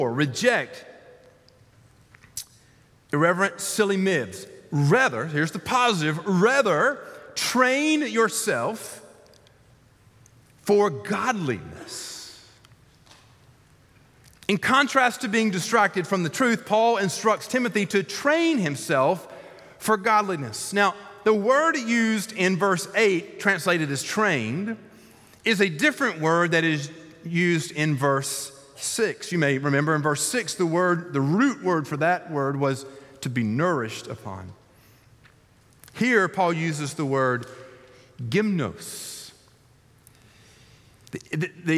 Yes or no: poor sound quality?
no